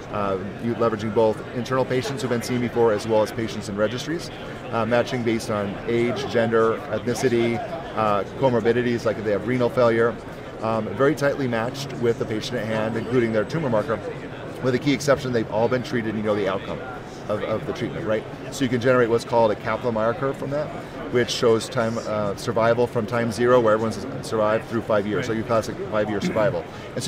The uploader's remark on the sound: LIVE from #HIMSS17